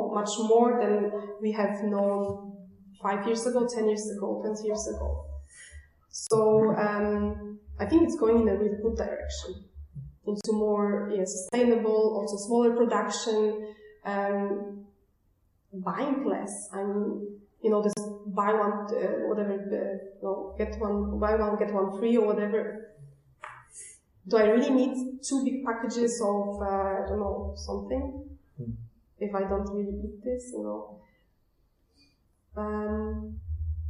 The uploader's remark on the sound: This conversation was recorded at a MQ event in Zurich on April 25th, 2019, and also includes Q&A from audience.